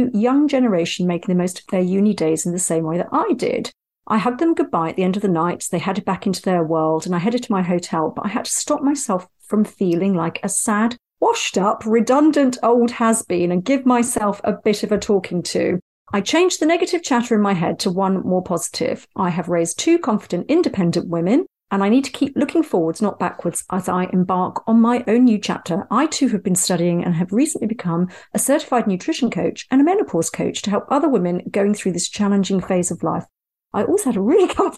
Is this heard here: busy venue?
no